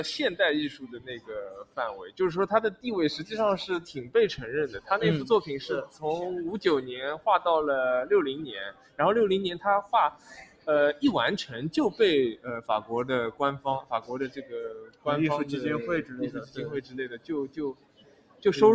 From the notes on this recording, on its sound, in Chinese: 我们从巴黎蓬皮杜中心的现场，和大家轻松畅谈所见所想